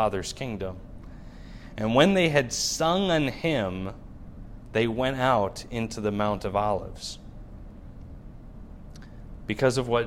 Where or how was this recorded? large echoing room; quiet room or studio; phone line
large echoing room